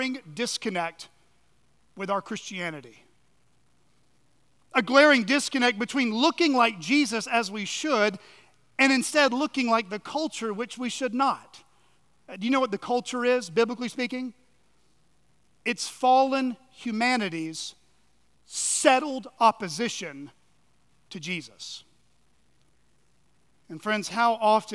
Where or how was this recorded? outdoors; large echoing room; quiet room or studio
large echoing room